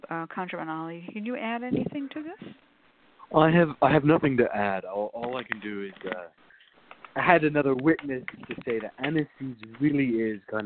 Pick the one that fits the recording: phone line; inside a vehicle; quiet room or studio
phone line